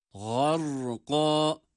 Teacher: gayın kalın, ra kalın. وَالنَّازِعَاتِ غَرْقَا gafta hem kalın hem meddi tabii var.